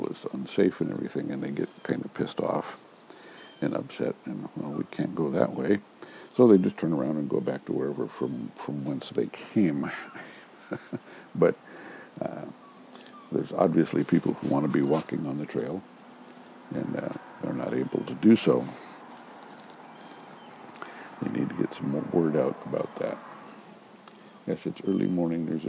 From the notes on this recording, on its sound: Recorded early this morning while sitting outside on our deck.